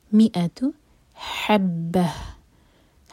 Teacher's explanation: ح حلق سے، اور این میں ہا سینے سے